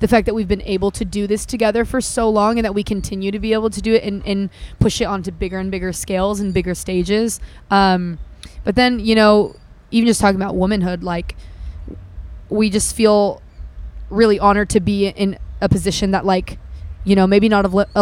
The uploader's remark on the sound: at Okeechobee Fest!